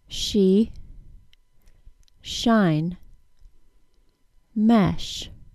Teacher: The air passing over the tongue during the SH sound is shaped more like a ribbon. That is, it's flat.